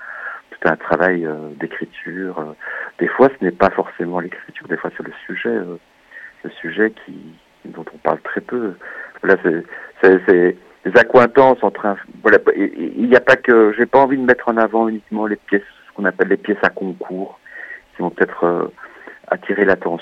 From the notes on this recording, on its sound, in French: Nous recevons par téléphone le directeur de l' Atelier de Création Sonore Radiophonique.